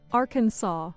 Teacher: The pronunciation Arkansas follows the French custom of not pronouncing the final S.